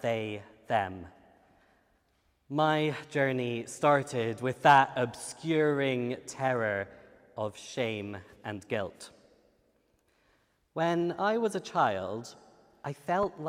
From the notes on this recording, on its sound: Features talks from the final of the Theology Slam 2022, which took place on 27 September in St Edmund Roundhay, in Leeds, as part of the HeartEdge conference “Humbler Church, Bigger God”.